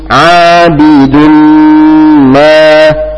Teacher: Idgham mim. Maka ditahan dua harokat dengan berdengung.